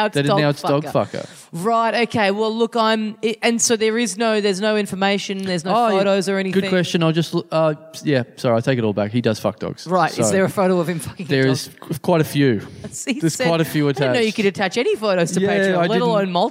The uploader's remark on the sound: The people of Adelaide turned up at the last minute to catch the first of our awesome live episodes. Things get weird with a young man in the front row.